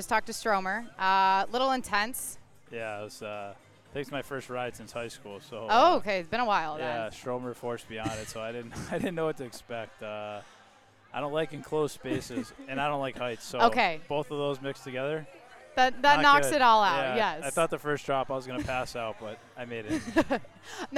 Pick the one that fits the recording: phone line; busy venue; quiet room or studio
busy venue